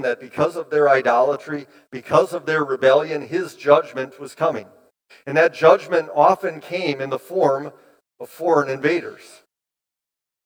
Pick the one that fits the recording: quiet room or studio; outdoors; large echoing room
large echoing room